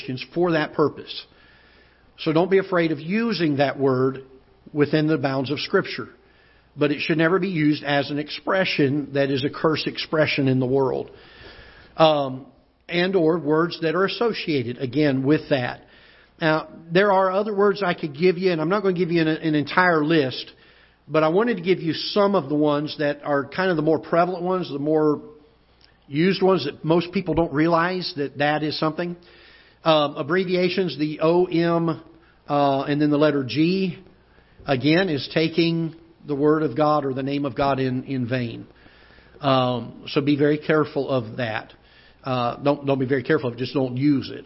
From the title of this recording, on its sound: Ketha Heights Baptist Church ~ Live Broadcast